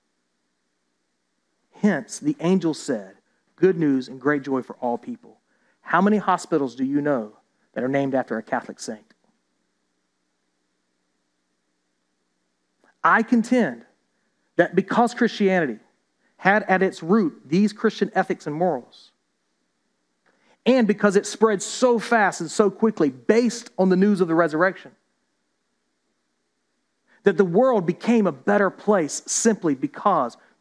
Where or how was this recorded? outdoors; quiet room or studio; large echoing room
large echoing room